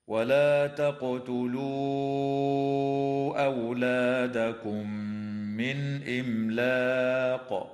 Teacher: وكذا تظهر الميم من كلمة إملاق، ويجوز الوقف على هذه الكلمة من قبيل الوقف الجائز، وتقلقل القاف فيها حال الوقف وجوبا